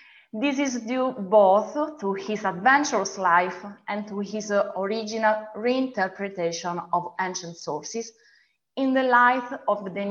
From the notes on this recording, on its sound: A webinar lecture. Part of our summer webinar series.